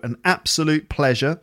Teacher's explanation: So the stress on the word absolute is on the first syllable. So an absolute pleasure.